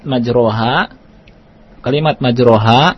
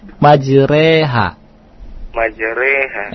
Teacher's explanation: dibaca imalah namanya. Miring, khusus dalam ayat ini. · Shown in: second take